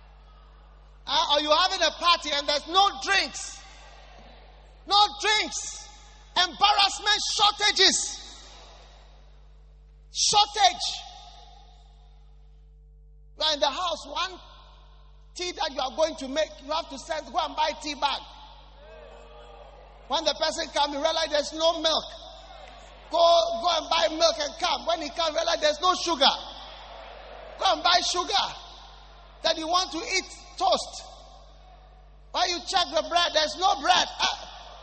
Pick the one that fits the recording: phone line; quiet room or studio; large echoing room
large echoing room